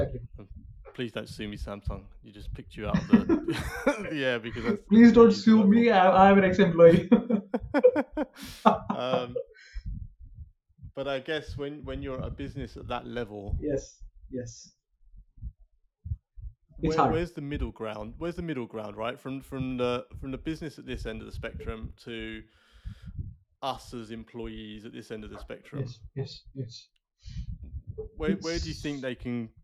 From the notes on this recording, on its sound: Had a few challenges with the audio on this one but I think we've got it to a place that's listenable!